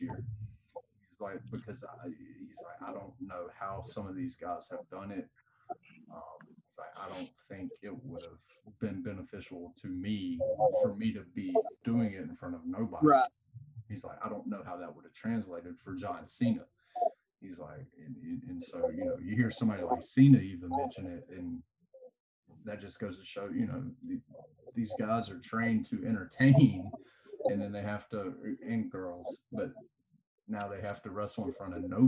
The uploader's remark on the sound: Was fighting audio issues throughout the episode.